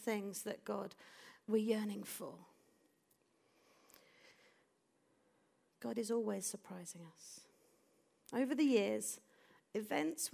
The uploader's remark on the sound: This audio was recorded at our venue in Putnoe.